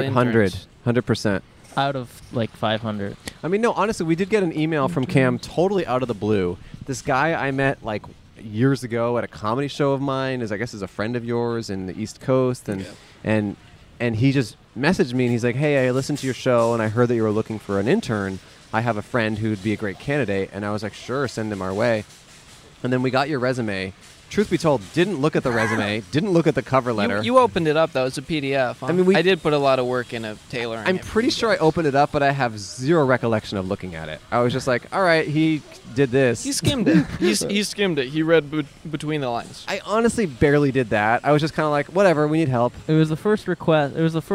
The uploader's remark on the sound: Recorded in front of the Atwater Village Costco in Los Angeles.